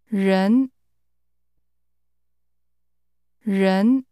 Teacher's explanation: This word begins with a sound we don't have in English. It's like a cross between an R and a Y.